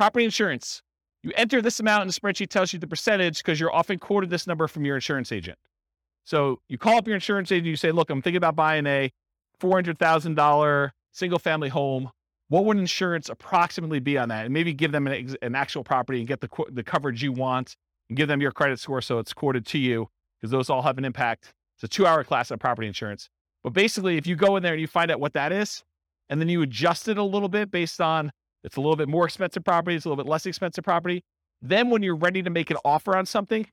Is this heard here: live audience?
yes